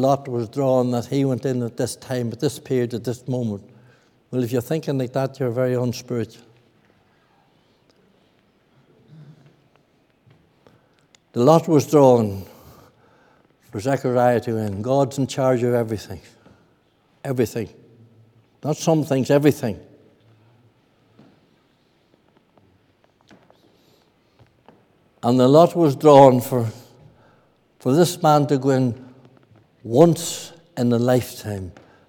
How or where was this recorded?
large echoing room